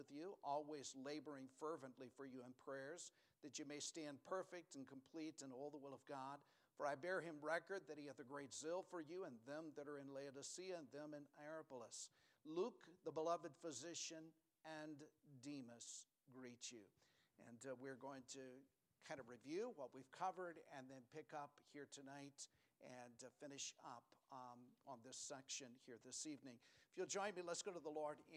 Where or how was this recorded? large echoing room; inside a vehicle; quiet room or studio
large echoing room